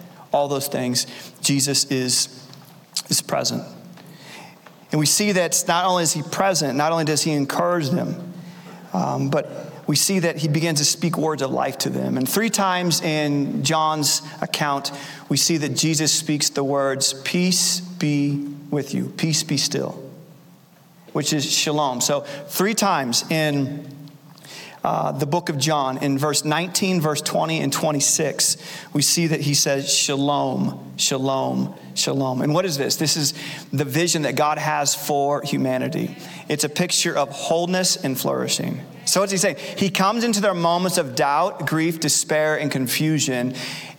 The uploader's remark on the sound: Recorded Live at Capital Church in Meridian, Idaho